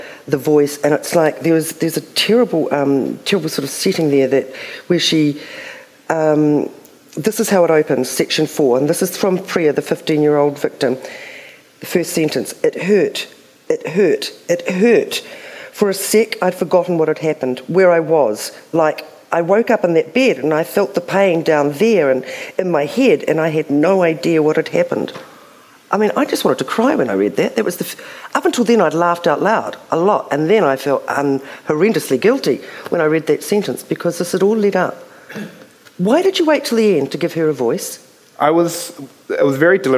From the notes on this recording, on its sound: Speaking at the 2021 Marlborough Book Festival